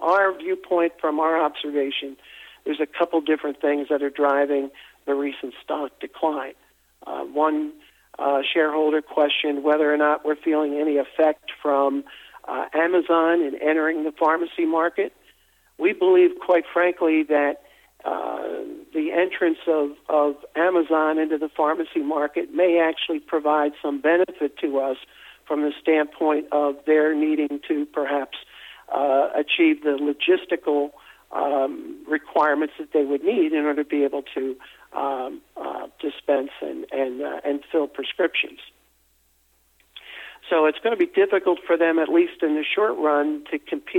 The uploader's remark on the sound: investor conference call